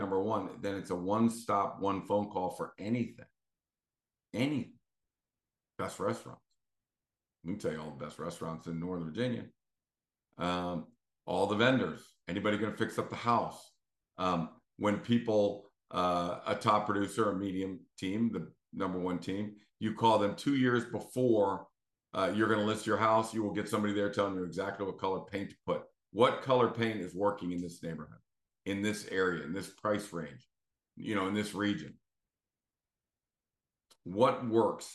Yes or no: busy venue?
no